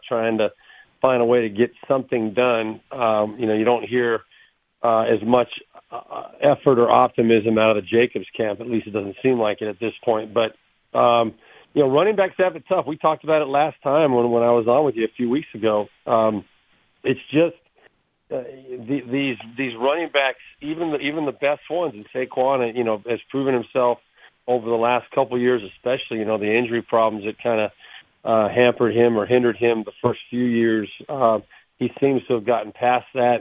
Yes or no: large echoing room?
no